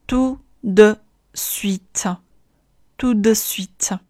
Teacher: 中间的的是一个浊音，声带要稍微努力地震动一下